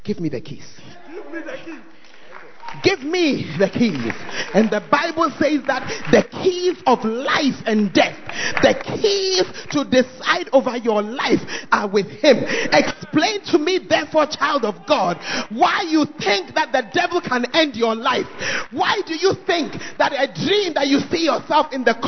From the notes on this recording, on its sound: preached At Firstlove Church Ayeduase; Gathering Service